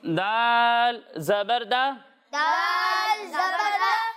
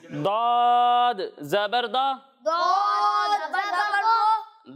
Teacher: جب ہم دال کی ادائیگی کریں گے تو اسے باریک پڑھیں گے، اور جب ہم دود کی ادائیگی کریں گے تو اسے موٹا کر کے پڑھیں گے